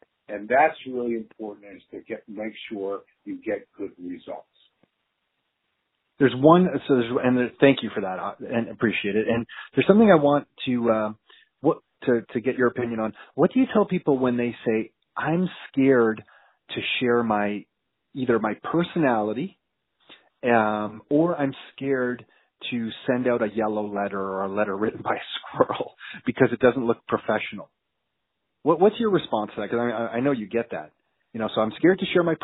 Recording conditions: phone line